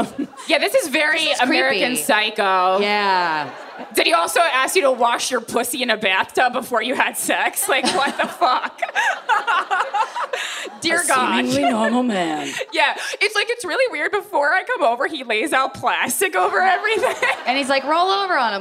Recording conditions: live audience